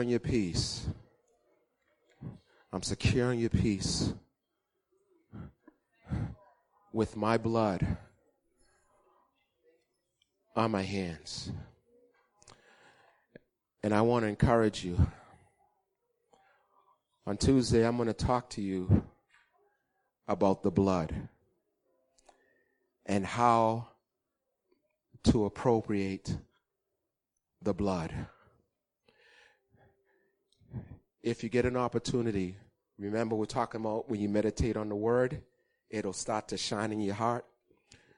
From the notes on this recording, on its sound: Recorded on 2016-03-20 at the 08:30am Service